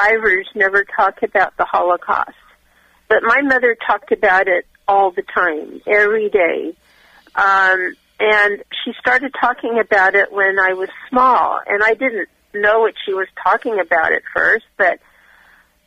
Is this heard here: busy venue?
no